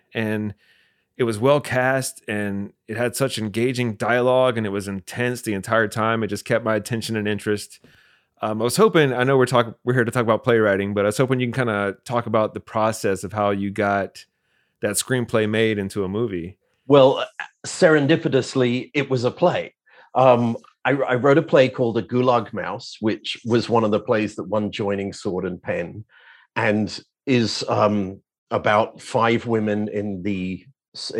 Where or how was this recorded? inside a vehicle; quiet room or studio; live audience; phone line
quiet room or studio